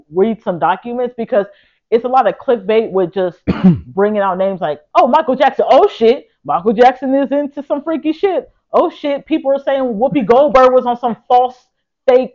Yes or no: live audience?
no